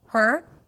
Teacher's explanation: your lips are rounded right from the beginning because you go to the R directly · IPA: hɜːɹ